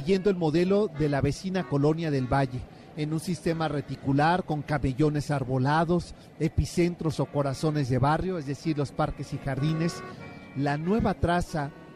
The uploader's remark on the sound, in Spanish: Escucha la transmisión desde El Festival del Adulto Mayor en el WTC de la Ciudad de México.